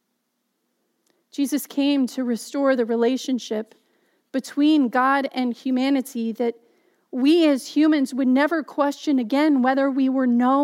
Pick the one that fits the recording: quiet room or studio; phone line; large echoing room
large echoing room